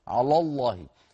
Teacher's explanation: فلا تتأثر لام على بمجاورتها للام لفظ الجلالة المفخم